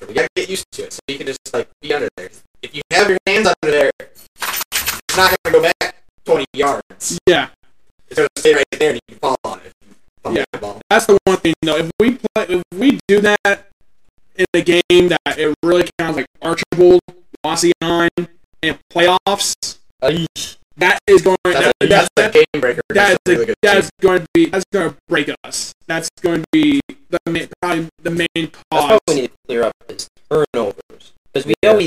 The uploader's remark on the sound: Please Excuse the choppy audio. The audio did not sound like this while recording.